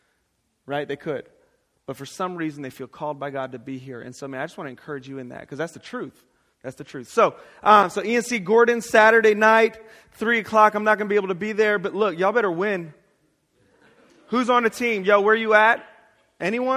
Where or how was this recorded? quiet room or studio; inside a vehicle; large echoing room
large echoing room